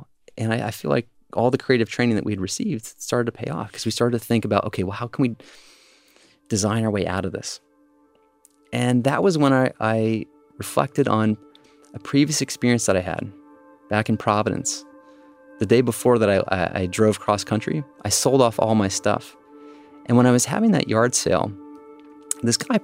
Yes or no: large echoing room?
no